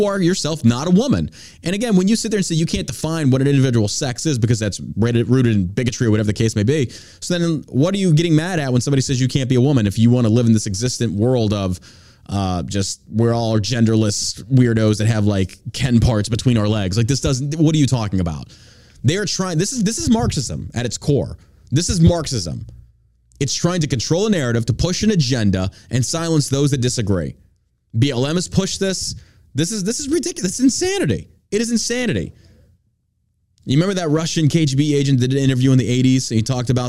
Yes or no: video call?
no